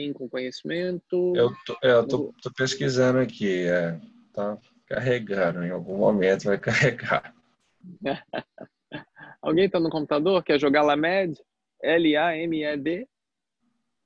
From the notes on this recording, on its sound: Online via Zoom